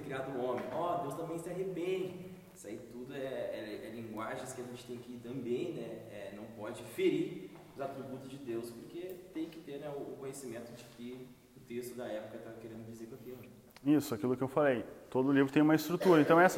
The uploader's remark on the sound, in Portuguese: Áudio não editado extraído do Imersão presencial.